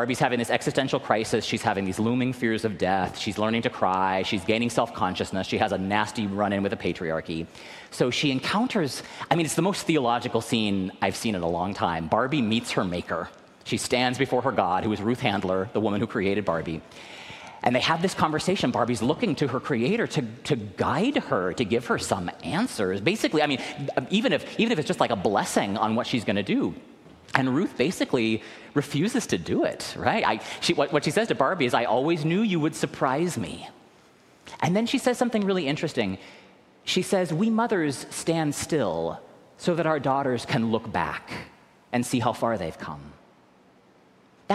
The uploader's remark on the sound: recorded live at the 10:00am service